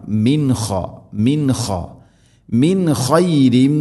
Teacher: സുക്കൂനുള്ള നൂനിന് ശേഷം ഖ ഇദ്ഹാർ വെളിവാക്കി ഉച്ചരിക്കണം